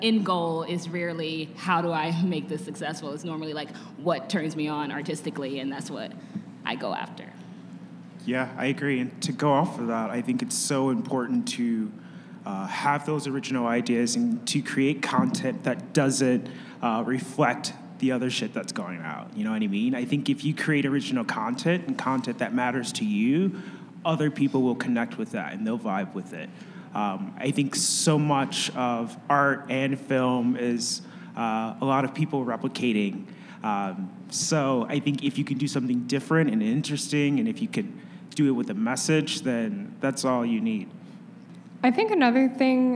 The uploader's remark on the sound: In a live panel recorded at Chicago Athletic Association Hotel, four of Chicago's premier creatives share their strategies for creating content that connects.